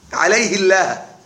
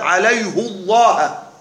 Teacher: لكن لما ضمت الهاء فخمت اللام · Shown in: second take